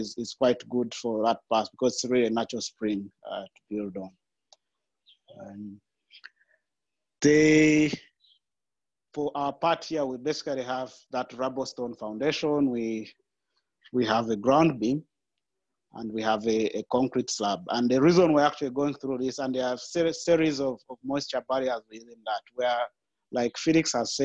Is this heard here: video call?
yes